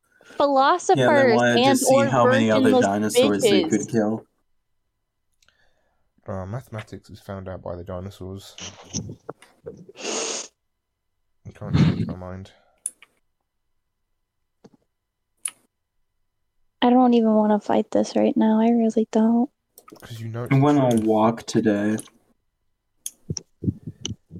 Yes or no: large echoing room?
no